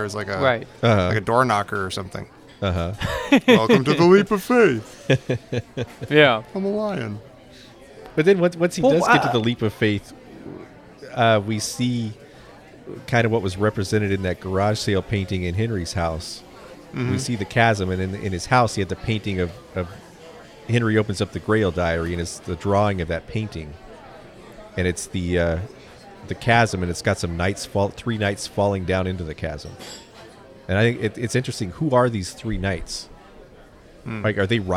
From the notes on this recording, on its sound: Live from the Lion's Head.